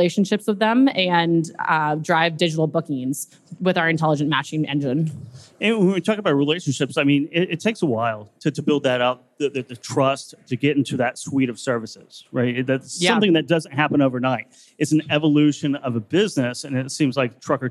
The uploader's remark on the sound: LIVE at FreightWaves' Future of Supply Chain conference.